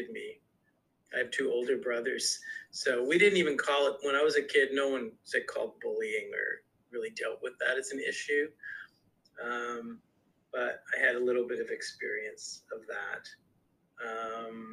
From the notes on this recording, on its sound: Listen in to their Zoom interview.